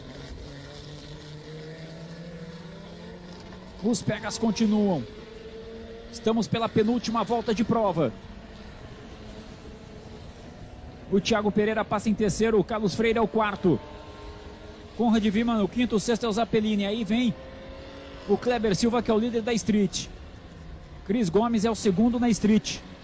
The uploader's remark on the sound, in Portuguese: Transmissão AO VIVO da 2ª Etapa 2022 (corrida 2), da Old Stock Race, direto do Autódromo Velocitta - Mogi Guaçú (SP).